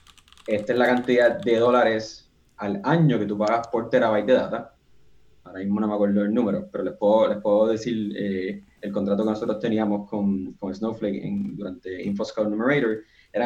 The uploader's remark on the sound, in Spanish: Grabación del evento sobre la oferta al mercado de Snowflake ($SNOW). Nos reunimos por Zoom con 18 personas interesadas en aprender más sobre Snowflake y su oferta. Decidimos grabarla y publicarla como un podcast. Lo que no grabamos fueron las conversaciones, preguntas y respuestas y comentario con nuestra audiencia.